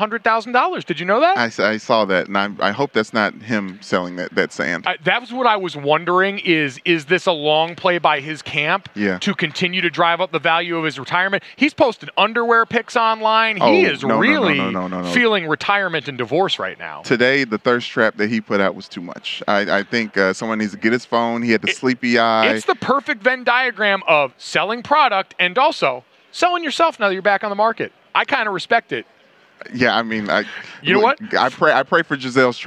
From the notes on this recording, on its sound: live from Radio Row in Arizona!